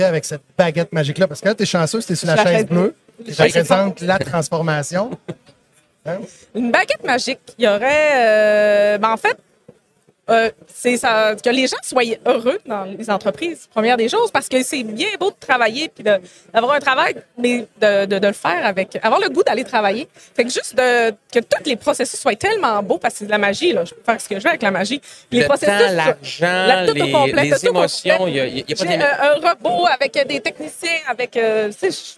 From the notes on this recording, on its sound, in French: En direct du Transal Saguenay